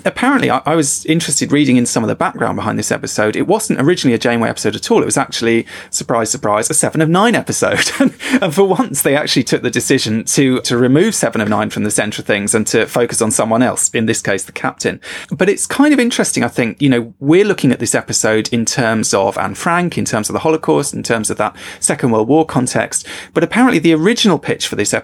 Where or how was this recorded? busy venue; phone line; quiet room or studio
quiet room or studio